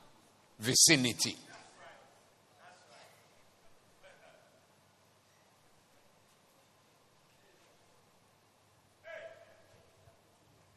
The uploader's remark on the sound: Preached at the Doxa Service 24092023